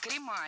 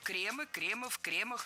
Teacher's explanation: Ударение сохраняем на первом слоге во всех формах. · Shown in: second take · И обратите внимание, в именительном падеже множественного числа окончание «ы», причем безударное «кремы».